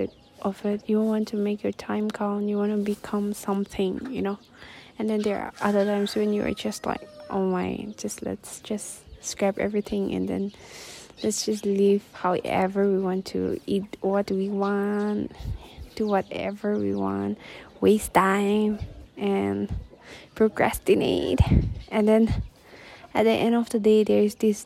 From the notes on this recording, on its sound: forgive the windy episode